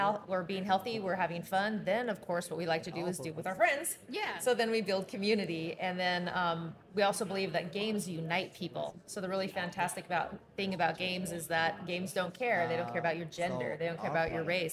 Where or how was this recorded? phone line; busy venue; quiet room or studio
busy venue